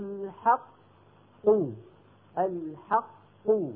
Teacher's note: القاف الأولى الساكنة خرجت بالتصادم على القاعدة الأصلية ولا تقلقل، لأننا لو قلقلناها لنفك الإدغام، هنقول عندئذ قوله الحقق، ما وهذا لا يصح، لا يصح لا قرآنا ولا لغة.